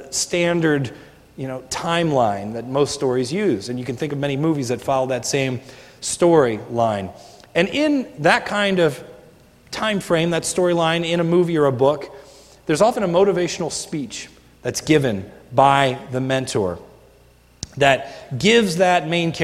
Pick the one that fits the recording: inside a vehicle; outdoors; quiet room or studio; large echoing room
large echoing room